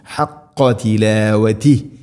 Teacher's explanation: ഖാഫ് കൃത്യമായിട്ട് ഉച്ചരിക്കണം, തൊണ്ടയുടെ മുകൾ ഭാഗത്തിൻ്റെ തൊട്ടുമേലെ.